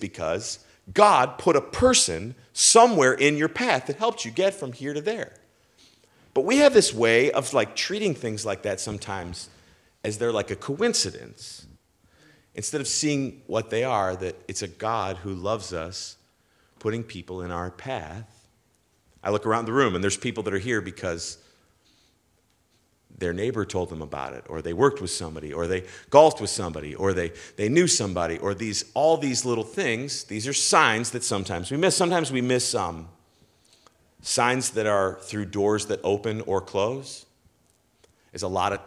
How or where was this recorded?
large echoing room